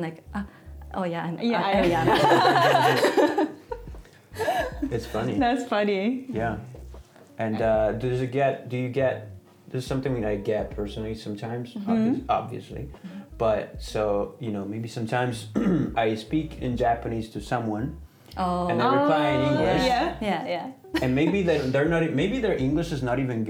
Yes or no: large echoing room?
no